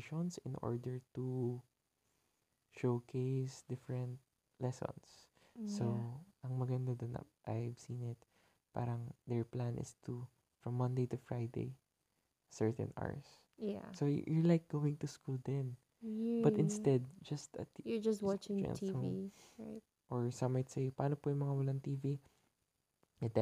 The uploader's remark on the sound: late-night convo (thus, explains the lazy & quiet sound of this convo)